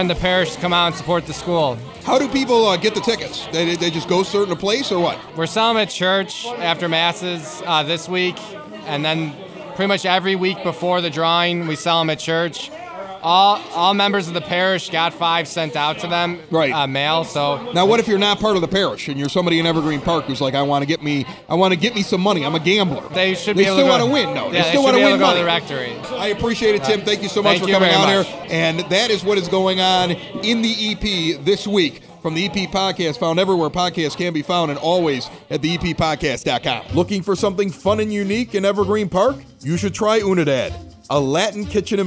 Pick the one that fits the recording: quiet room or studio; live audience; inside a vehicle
live audience